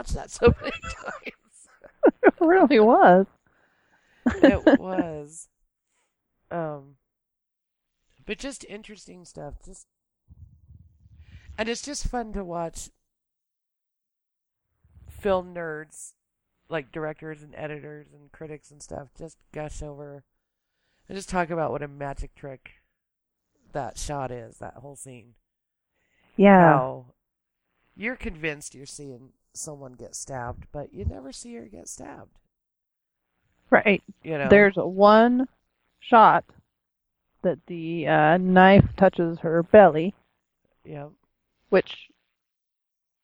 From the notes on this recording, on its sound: Unfortunately, we suffered audio problems through most of it, but the biggest problems happen during the trailer talk. I had to cut out parts of it, which made our thoughts sound even more scattered than usual.